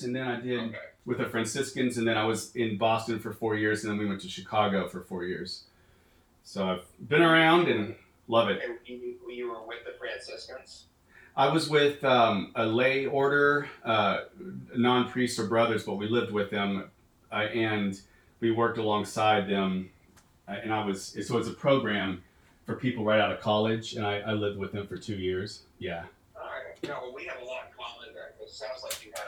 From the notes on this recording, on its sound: This is a phone conversation I had with a new friend. Note, the sound quality was not the greatest.